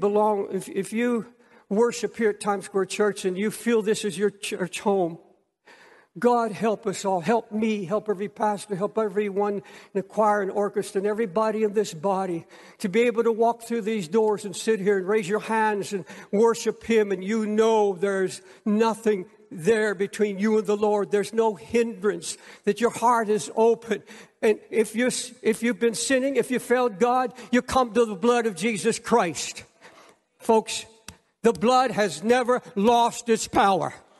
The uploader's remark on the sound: preached from Time Square Church